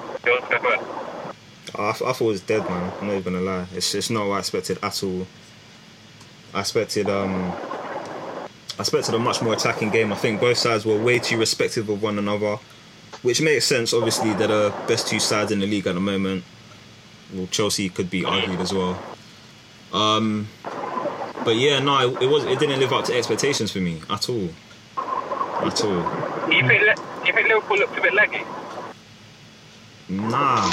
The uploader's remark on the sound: First of all Apologies for the sound quality. Recorded whilst driving (hands free of course, safety first and that).